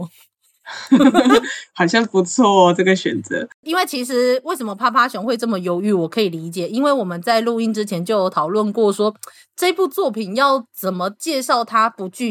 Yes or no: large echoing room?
no